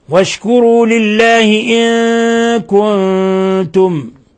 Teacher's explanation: نون ساكنة جاء بعدها الكاف حكم التجويدي إخفاء حقيقي